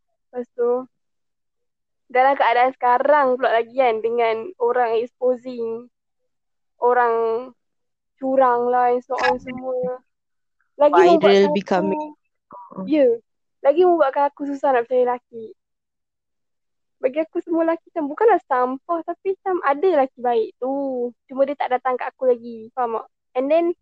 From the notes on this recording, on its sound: Sorry for the audio guys. We've try our best to let you hear us clearly.